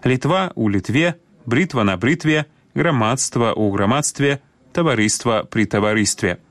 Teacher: Таксама, згодна з агульнапрынятым цяпер вымаўленнем, гук «т» не змяняецца на мяккі ў формах назоўнікаў, якія закончваюцца на «тва» і «тво»